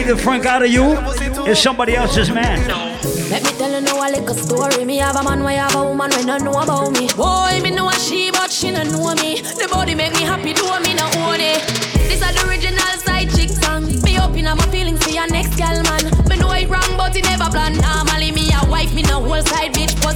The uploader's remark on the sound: live audio recording of my set at island saturdays on sept 16th